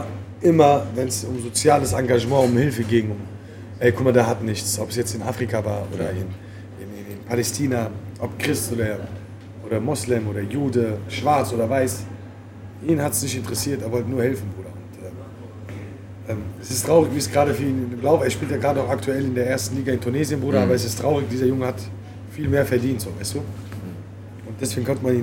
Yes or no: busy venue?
yes